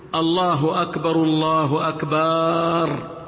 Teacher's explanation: يمد ما بعد الباء، وهذا خطأ في الأذان.